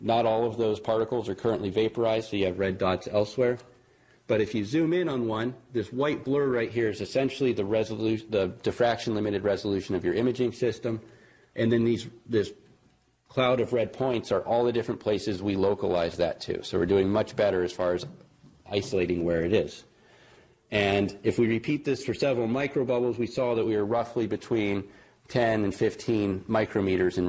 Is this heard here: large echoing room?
yes